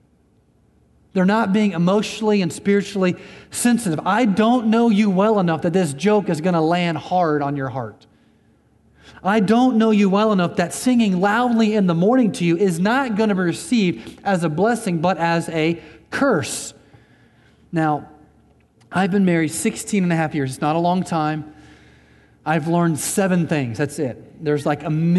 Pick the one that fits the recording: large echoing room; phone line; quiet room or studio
large echoing room